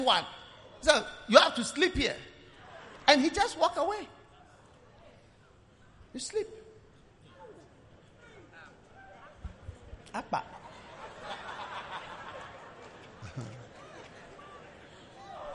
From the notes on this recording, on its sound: Preached at the Prophetic Encounter Service